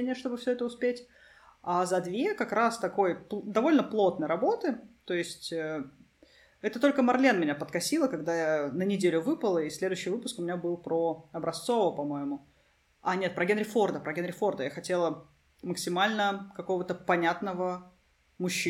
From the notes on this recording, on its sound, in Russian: в этом выпуске вы услышите, что не все гладко с этим пунктом, за что я заранее прошу прощения